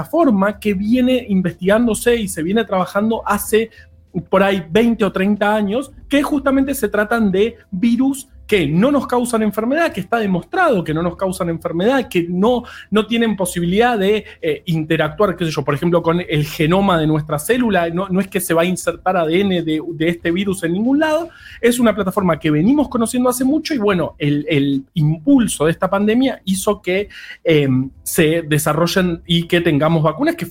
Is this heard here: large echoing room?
no